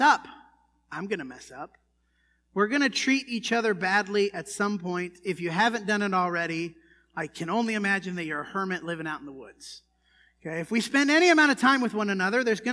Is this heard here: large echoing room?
yes